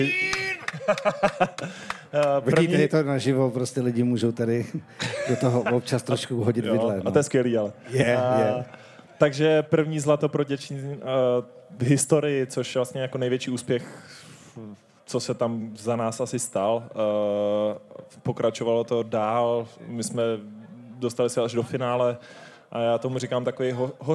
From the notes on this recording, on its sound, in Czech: LIVE epizoda: Streetballhus. Historicky první živou epizodu podcastu Pod košem sledovalo milé a dobře naladěné publikum v České Třebové, kde se v půlce července konal už 26. Ročník legendárního streetového turnaje Streetballhus.